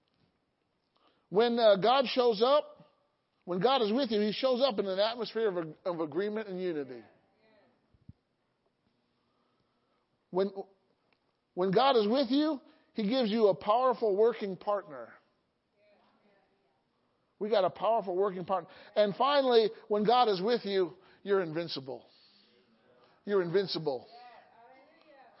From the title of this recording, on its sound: Sunday Morning Service